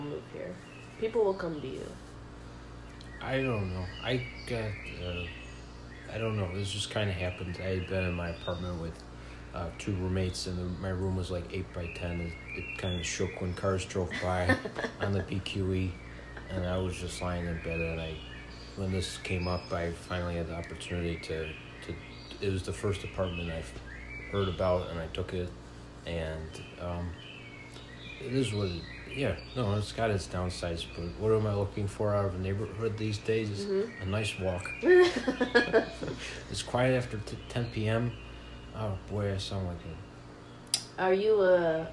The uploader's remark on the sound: play ambient park noises on YouTube in his apartment